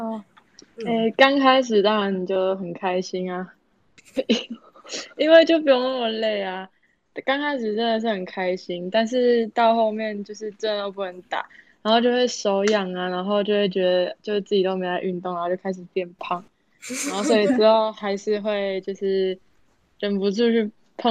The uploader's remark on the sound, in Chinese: 由於設備問題，本集節目透過線上會議室錄製，延遲情況較嚴重，請多包涵！